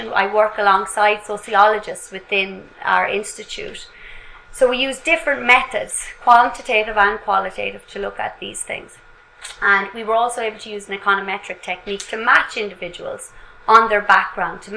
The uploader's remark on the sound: speaks at SRHE Technical, Professional and Vocational Higher Education Network Event